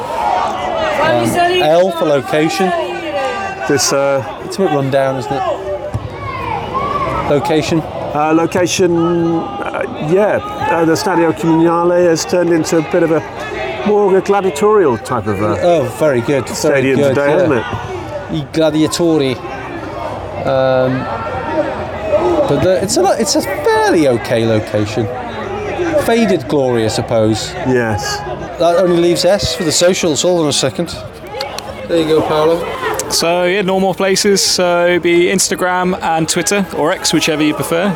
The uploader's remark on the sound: Sanremese 0 Chieri 0 was recorded at the Stadio Communale on Sunday 10 December 2023.